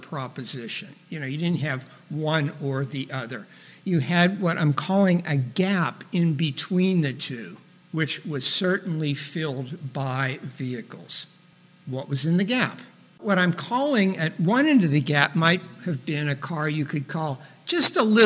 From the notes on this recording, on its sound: was recorded in front of a live studio audience